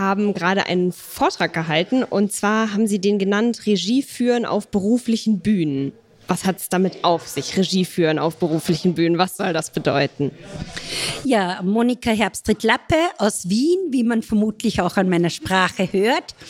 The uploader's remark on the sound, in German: Live vom Spotlight Pflege